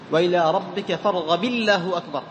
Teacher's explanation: فتكسر الباء وتجعل لفظ الجلالة مرققا